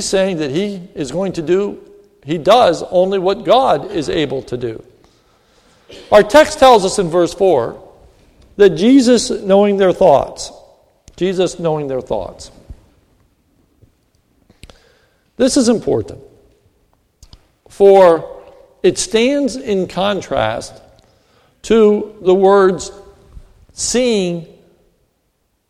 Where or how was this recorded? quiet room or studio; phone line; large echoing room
large echoing room